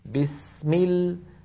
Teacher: السين أطول بقليل من اللام